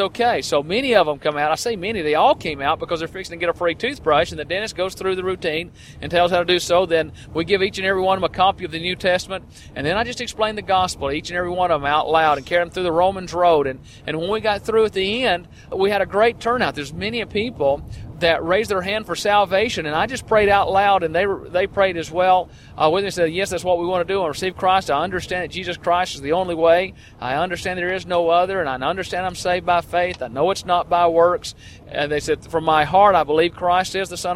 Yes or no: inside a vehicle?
yes